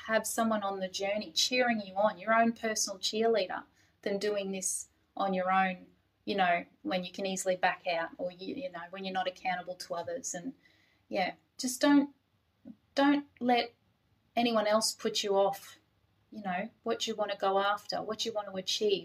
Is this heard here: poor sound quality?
yes